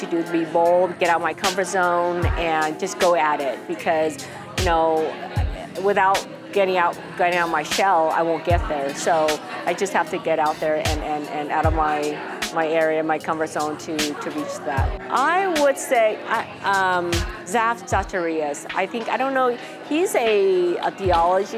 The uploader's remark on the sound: Live from A Celebration of Women.